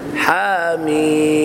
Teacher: يقول الله تعالى في سورة فصلت حاميم، قال العلماء تقرأ حاميم يعني حاميم بمد الحاء بمقدار حركتين، فأنا أقول حا حا ولا أقول حا بتفخيم الحاء، ولا تقرأ حاء هذه زيادة، حاء حركتان وفقط، فأقول حاميم مع إظهار الميم الساكنة